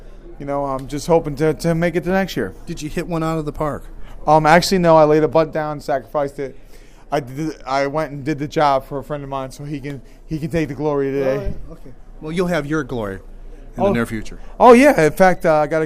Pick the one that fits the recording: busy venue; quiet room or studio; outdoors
busy venue